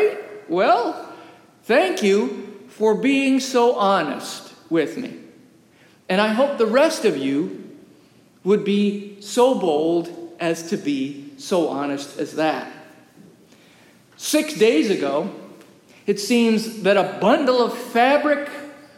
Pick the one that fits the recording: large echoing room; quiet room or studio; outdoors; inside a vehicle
large echoing room